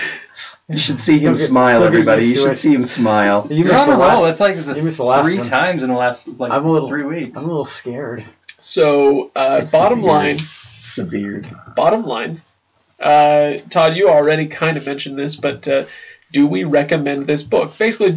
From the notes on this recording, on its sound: The audio quality on this episode is terrible. When you can't get the mics to work right, what do you do? You record anyway!